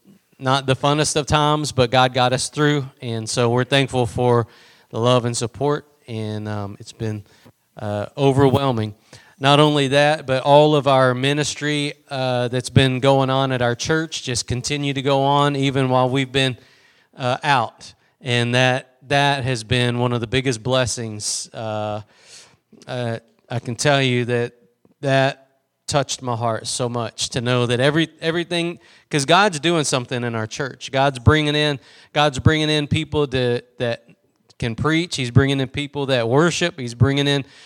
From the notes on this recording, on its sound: Preached at Gospel Lighthouse in Bossier City, La.